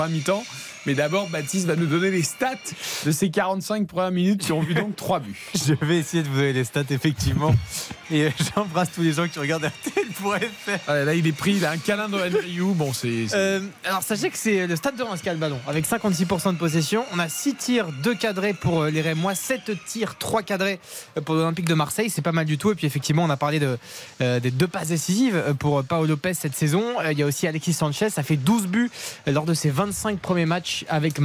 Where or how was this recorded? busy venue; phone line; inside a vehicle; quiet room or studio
busy venue